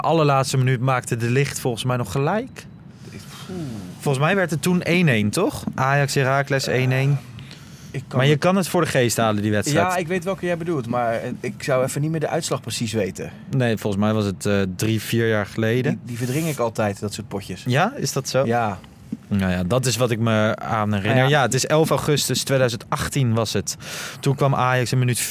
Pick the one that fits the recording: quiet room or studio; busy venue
busy venue